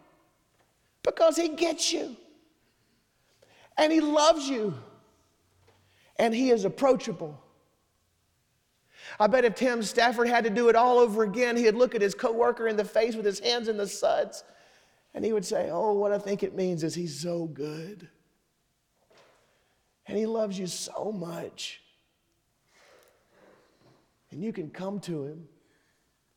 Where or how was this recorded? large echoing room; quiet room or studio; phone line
large echoing room